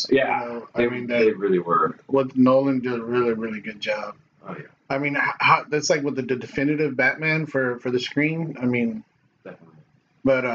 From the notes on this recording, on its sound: Add some bourbon in the mix and it was just an all around good time! This might not be the best sounding podcast.